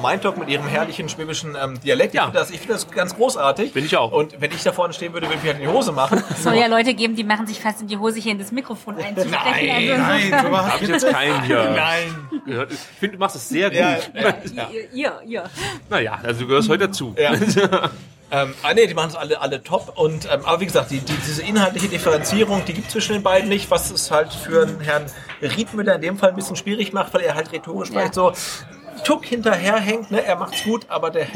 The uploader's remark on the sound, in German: Live vom Dunkelroten Tisch aus dem Neckarstadion